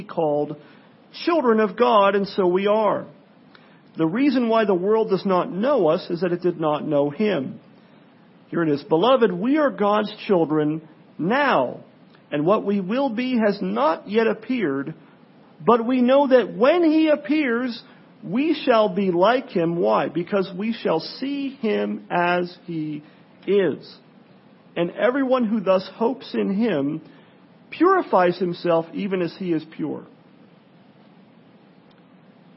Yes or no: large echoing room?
yes